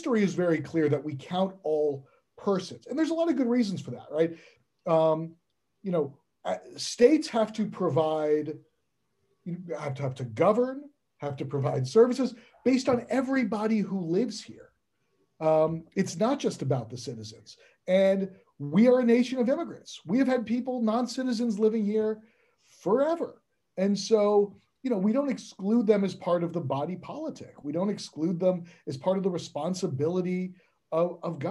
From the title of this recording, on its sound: Zoom